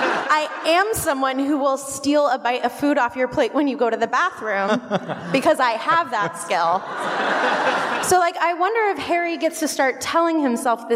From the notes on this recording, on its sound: Live from Washington, DC. Here's the audio from our DC show.